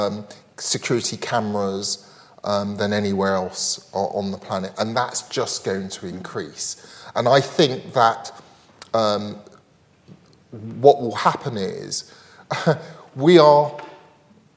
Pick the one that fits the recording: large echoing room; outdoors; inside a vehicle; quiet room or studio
large echoing room